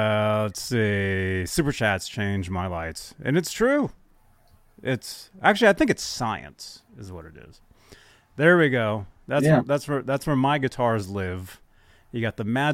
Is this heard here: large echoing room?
no